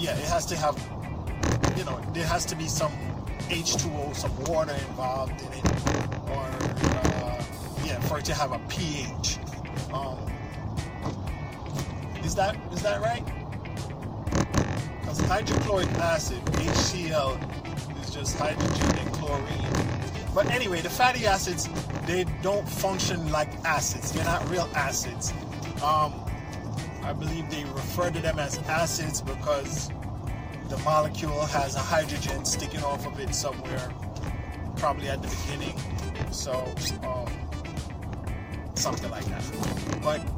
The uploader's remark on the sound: This was recorded as a video so excuse the noise driving over New York potholes.